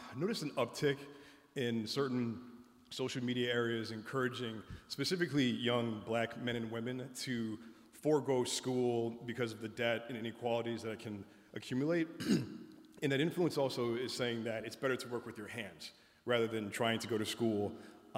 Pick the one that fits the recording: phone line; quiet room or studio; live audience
live audience